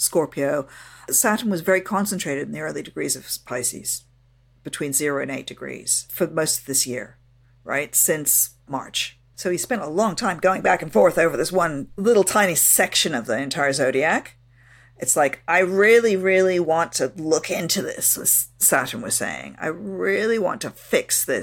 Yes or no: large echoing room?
no